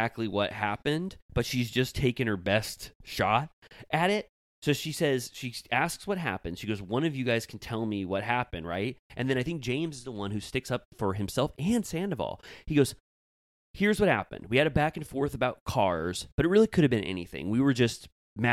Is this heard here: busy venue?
no